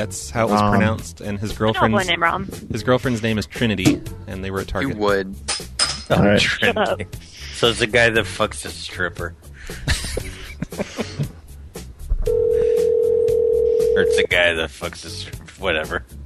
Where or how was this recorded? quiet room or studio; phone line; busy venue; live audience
phone line